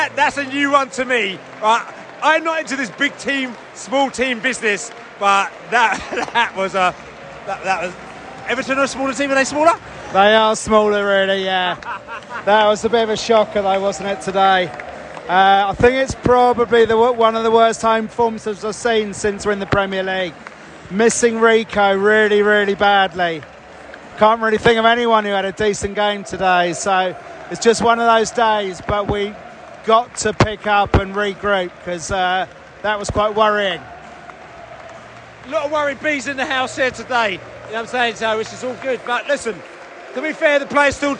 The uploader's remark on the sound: post-match podcast from the stands